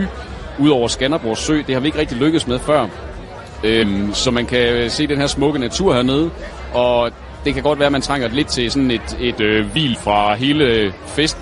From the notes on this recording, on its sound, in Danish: Live fra Søbadet - det lækre og lidt skøre pusterum fra skovfesten. Udsigten over søen.